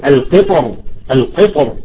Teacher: الحرف المطبق المستعلي يشد الراء الى اعلى فيفخمها · Term: تفخم